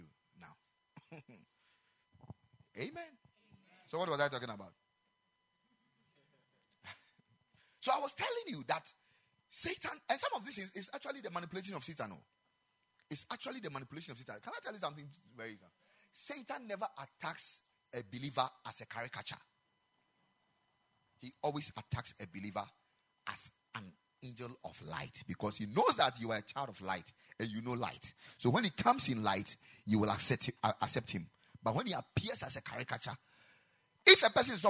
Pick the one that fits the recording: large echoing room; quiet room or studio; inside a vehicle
large echoing room